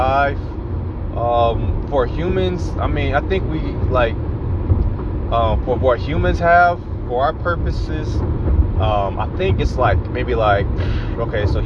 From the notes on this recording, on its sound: I am in my car. On my way to the MREA.